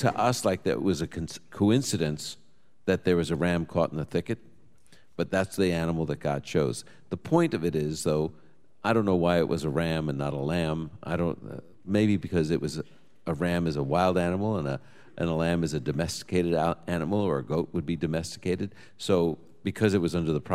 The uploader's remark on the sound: Live from Boca Raton, FL. Answers questions from our live audience.